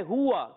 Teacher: ہا پر پیش ہے، واو پر زبر ہے، دونوں کو کھینچنا نہیں ہے، مگر دونوں میں گول ہو جائیں گے، یہ آپ نے یاد رکھنا ہے.